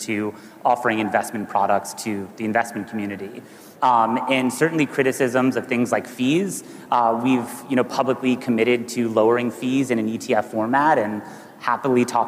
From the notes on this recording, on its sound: A Consensus 2023 panel